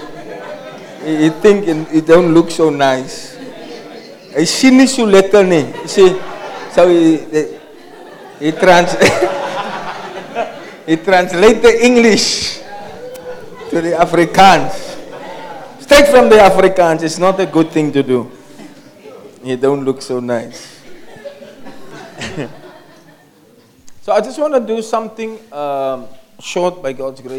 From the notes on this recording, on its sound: Preached at Kleinmond, Servants armed and trained ministry camp on 24 February 2024